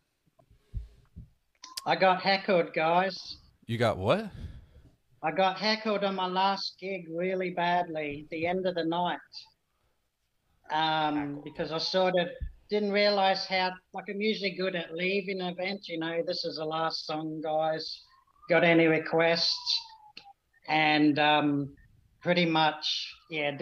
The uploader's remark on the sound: LIVE Open Zoom Podcast Hangout with viewers